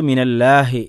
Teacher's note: അള്ളാഹ് എന്നുള്ളത് തഫ്ഹീമാക്കി തന്നെ പറയണം